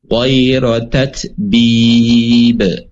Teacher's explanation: pantulan untuk qalqalah ini tidak menunggu jeda, tapi pantulannya spontan.